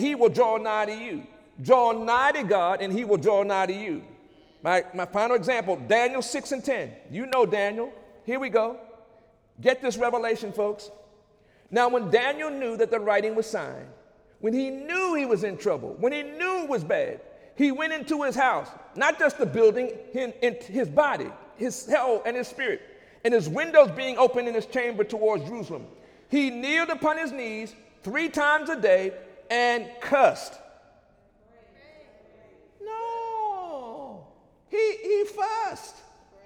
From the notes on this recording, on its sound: During Wednesday night service on May 3, 2017